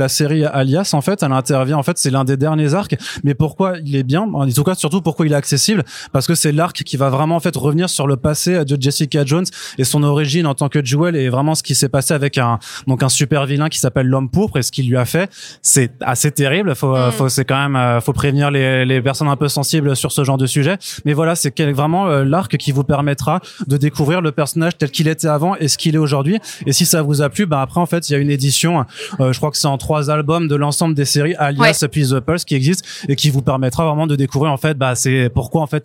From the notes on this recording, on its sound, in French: Un épisode inédit que j'ai pu réaliser au cours d'une soirée presse pour le lancement de la collection Super-Héroïnes Marvel chez Panini Comics France !